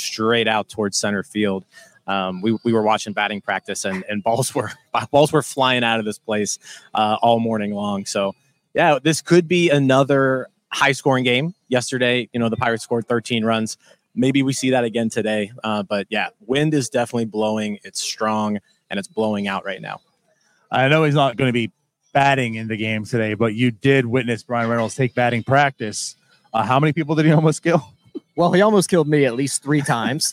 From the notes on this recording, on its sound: We are live inside LECOM Park for today’s Spring Training game